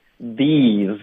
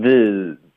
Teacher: These 的一音一定要饱满不能 this · Shown in: first take